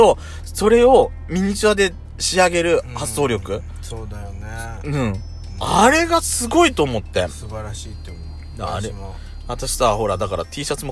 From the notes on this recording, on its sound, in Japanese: パーキング収録。